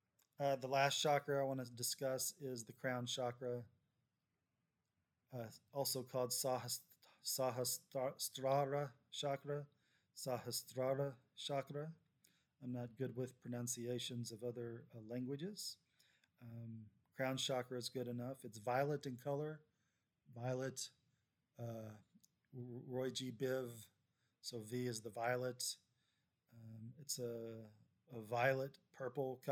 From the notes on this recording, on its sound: If the sound is too low, let me know.